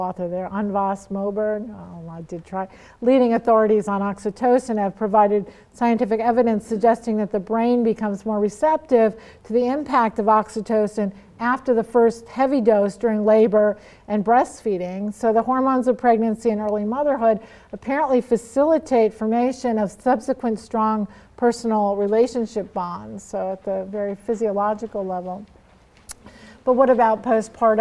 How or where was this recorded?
live audience